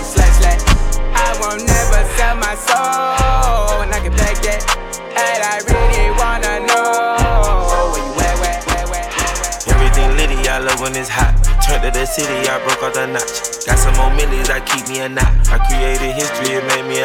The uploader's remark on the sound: A live recording of the set I did at Erb & Culture!